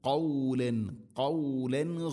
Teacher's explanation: തൊണ്ടയുടെ മുകൾ ഭാഗവും കഴിഞ്ഞ് ഖാഫ് ചെറുനാക്കിൻ്റെ ആ ഒരു ഭാഗത്ത് നിന്നാണത് അതിൻ്റെ മഖ്റജ്